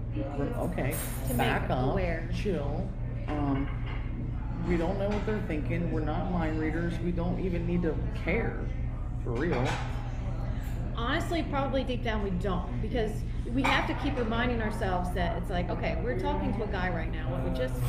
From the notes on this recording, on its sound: LIVE at Blinker's Tavern. Talking Lov in the Cov over brunch.